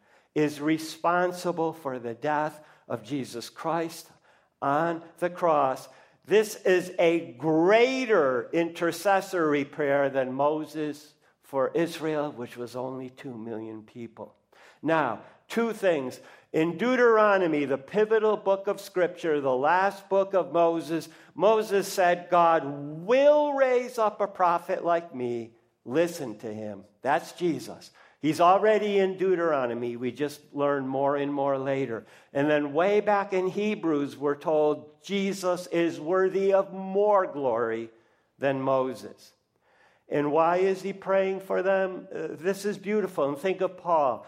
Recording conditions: large echoing room